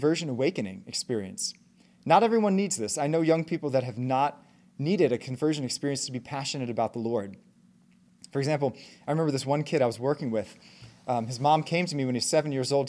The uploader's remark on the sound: Talk given at the Catholic Homeschool Conference on June 9, 2023.